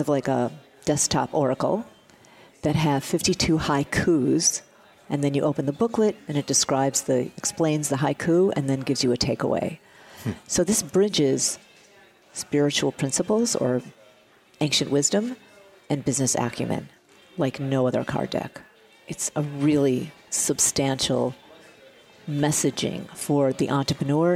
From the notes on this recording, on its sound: broadcasts from the Spring Digital Hollywood event with special guests and hosts on site in LA